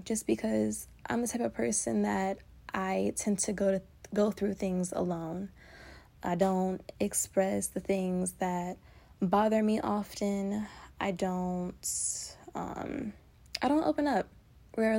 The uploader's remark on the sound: Unscripted, no notes, just a girl, the voice memo app.